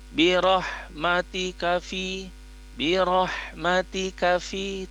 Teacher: karena kaf di sini tidak panjang, bukan dua harokat, bukan mad tabii. Jadi dilafazkan birahmatika fi, birahmatika fi, tidak birahmatika fi.